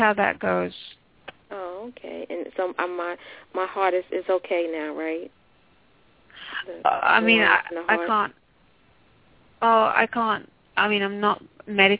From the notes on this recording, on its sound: Takes your calls for healing live today!